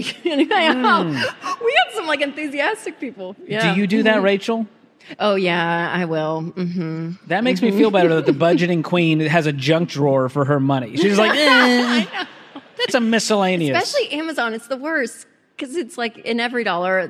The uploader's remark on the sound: a LIVE audience